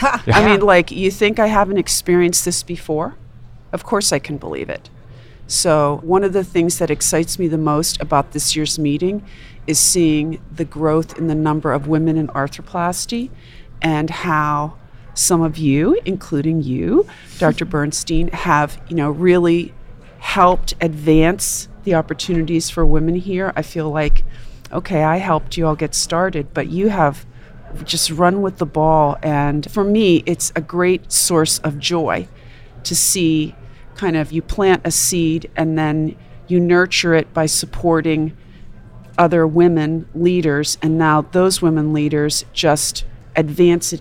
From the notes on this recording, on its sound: recorded at the 2021 AAHKS Annual Meeting